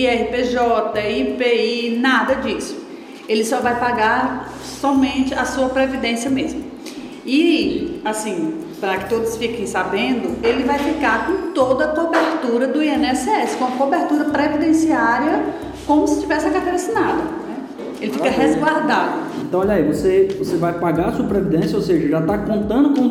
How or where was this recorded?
live audience